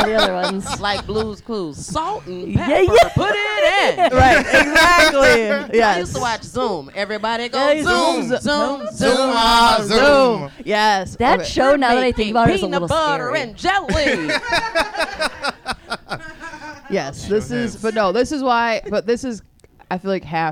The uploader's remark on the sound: Failure Live at the Lincoln Lodge. The first-ever LIVE AUDIENCE episode. Faces hurt from laughing so hard.